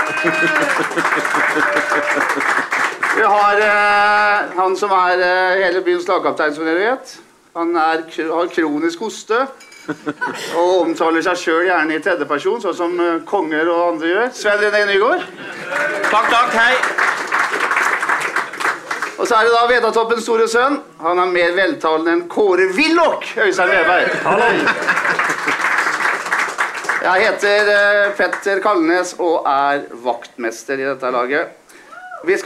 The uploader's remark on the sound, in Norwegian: live fra puben